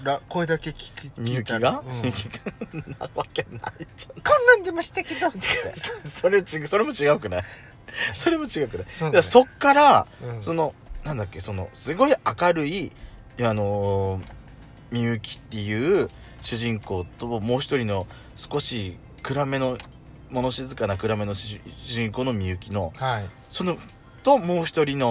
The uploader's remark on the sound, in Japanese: パーキング収録